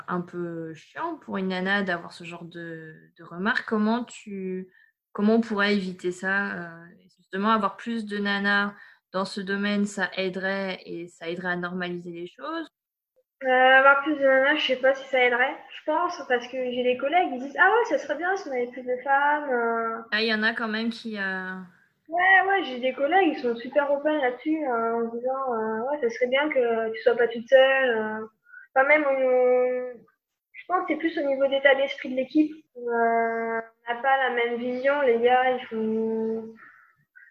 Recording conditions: poor sound quality